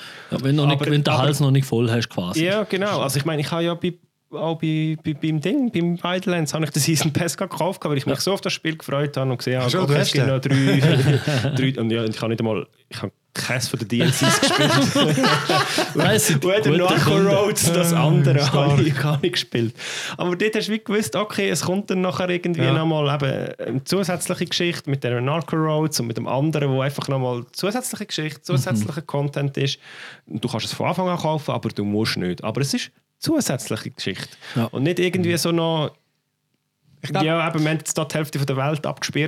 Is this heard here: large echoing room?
no